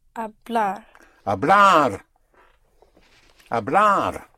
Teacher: the basic form, the two form of the verb, has an R at the end, which means that the one single stress will be at the end